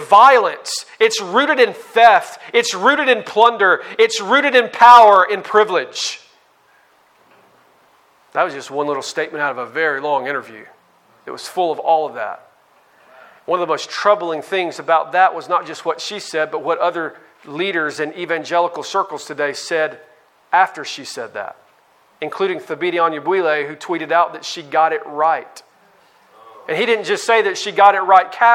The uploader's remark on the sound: on May 15, 2019 at the Founders “The Gospel and Justice“ National conference in Louisville, Kentucky.